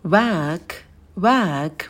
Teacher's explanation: На звуке w вытягиваем губы, потом звук э, расслабленный долгий шва